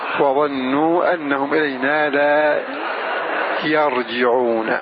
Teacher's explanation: فتح الياء وكسر الجيم